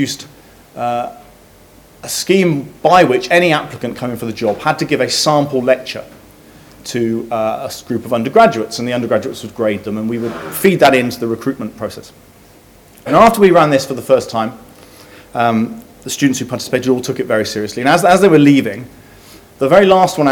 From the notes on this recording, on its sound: which took place Tuesday 3 March 2015 in the Gustave Tuck Lecture Theatre at UCL